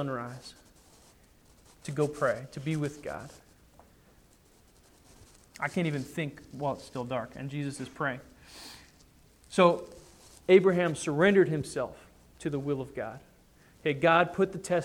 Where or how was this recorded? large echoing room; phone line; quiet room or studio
large echoing room